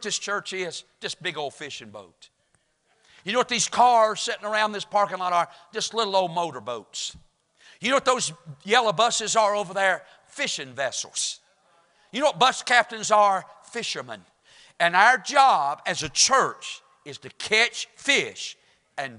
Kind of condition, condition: setting, large echoing room